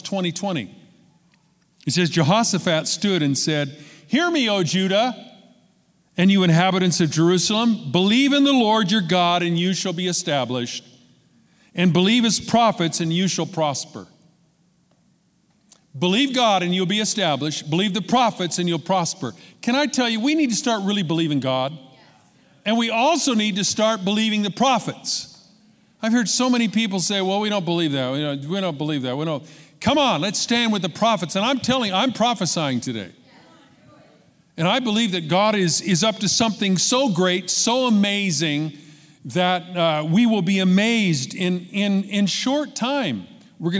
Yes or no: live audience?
yes